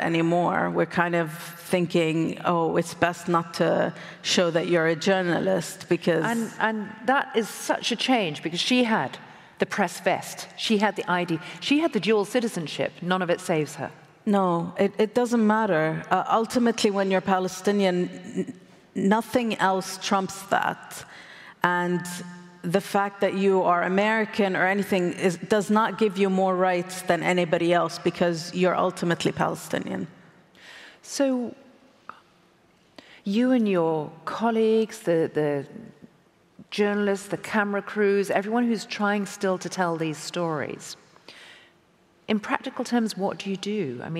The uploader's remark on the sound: recorded at the 2023 Oslo Freedom Forum